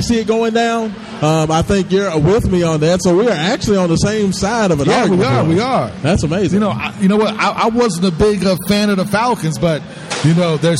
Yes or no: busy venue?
yes